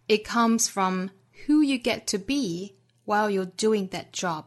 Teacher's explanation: 要注意把重读放在 who you get to be 这个小的一群之中的 be 这个词上 · Term: 逻辑上的重读